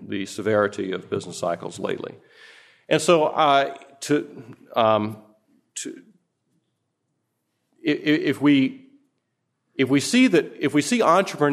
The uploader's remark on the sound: Presented at the Austrian Economics Research Conference. At the Ludwig von Mises Institute in Auburn, Alabama.